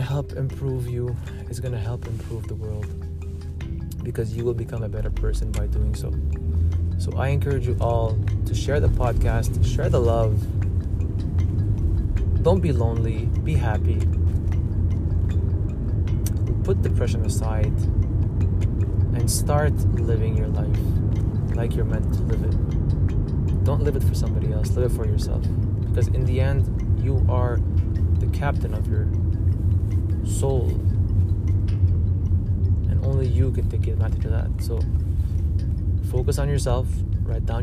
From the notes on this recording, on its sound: I apologize in advance for the background noise as this episode was recording hands-free while driving.